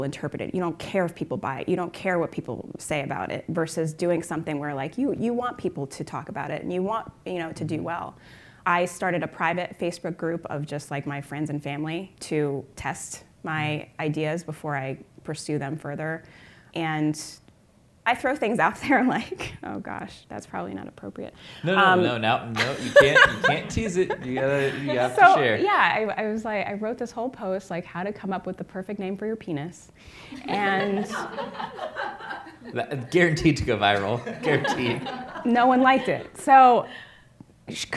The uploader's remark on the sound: Live at INBOUND16